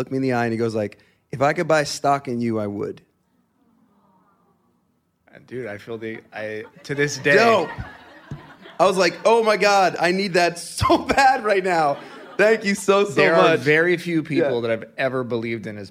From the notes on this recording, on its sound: LIVE taping. The historic stage at The Hotel Café in front of a live audience.